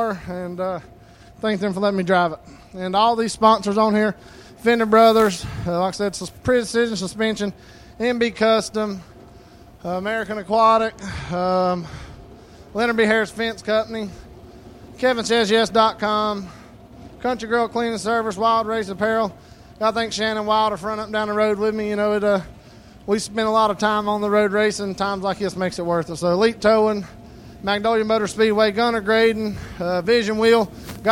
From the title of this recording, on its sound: LIVE Audiocast Coverage from County Line Raceway